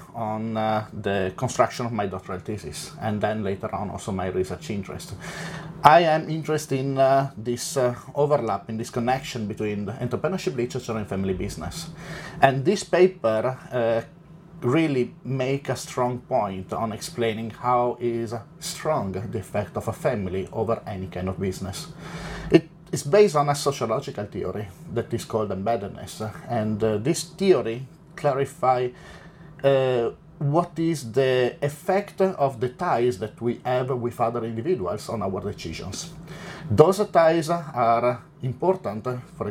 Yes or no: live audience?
no